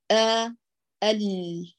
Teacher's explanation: همزة الوصل حال البدء بها تعامل كهمز القطع تماما، فتقرأ محققة مرققة، يتم فتحها أو كسرها أو حركتها وتحكم، فلا نقول آ، قولي آ ال.